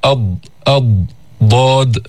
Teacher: الضاد لها صفات، من صفاتها الجهر والاستعلاء وفيها إطباق، وهي حرف رخو، وهو حرف فيه صفة الاستطالة.